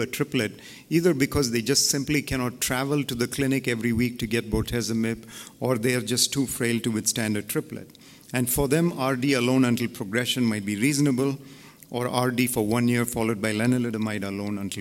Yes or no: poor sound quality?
no